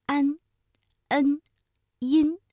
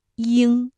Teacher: 前鼻音安、恩、音，声音比较的清亮；而后鼻音呢，鼻腔共鸣更强，声音更加的浑厚